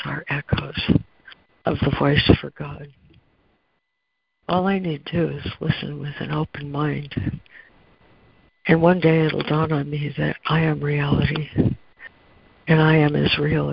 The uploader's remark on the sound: ACIM Daily Conference Call